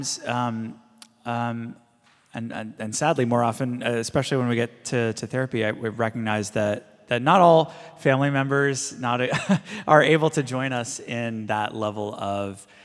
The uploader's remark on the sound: This is a live recording of our House of Learning